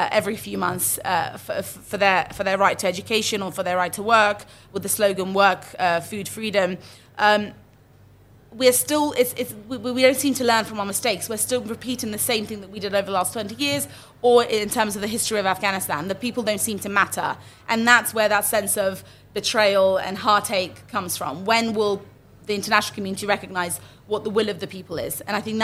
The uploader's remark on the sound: held at the Raisina Dialogue in New Delhi, March 2023